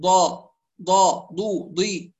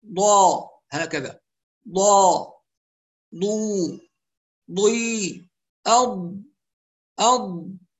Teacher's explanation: فالضاد لا علاقة لها بالضاء ولا تخرج من الطرف أبدا، إنما تخرج من حافة اللسان · Shown in: second take · الحافة نقصد بها الجانب، سواء الجانب الأيمن أو الجانب الأيسر أو الحافتين معا، يعني الجانبين معا، وهذا هو الأصح والأدق.